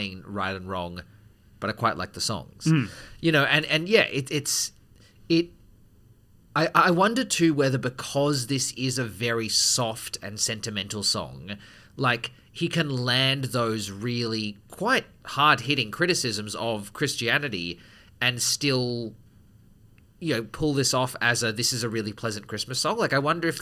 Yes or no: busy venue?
no